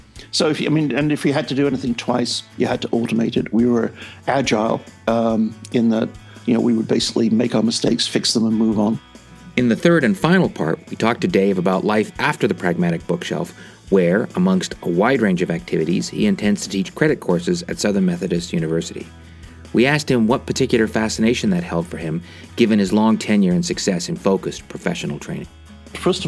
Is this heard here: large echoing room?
no